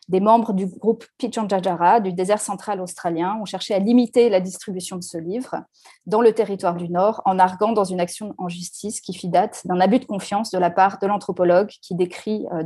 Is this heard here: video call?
yes